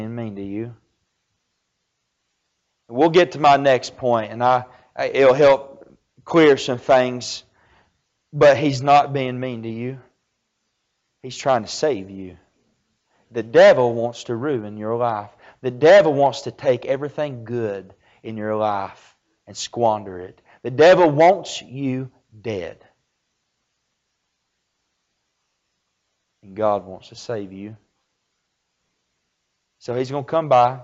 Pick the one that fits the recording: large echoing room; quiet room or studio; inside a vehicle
large echoing room